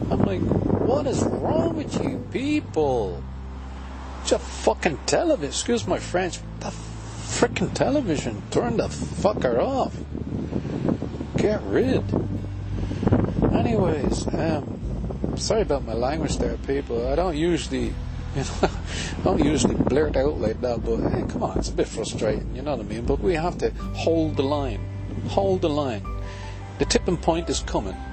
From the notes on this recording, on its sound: A talk in a beautiful local park on a sunny afternoon.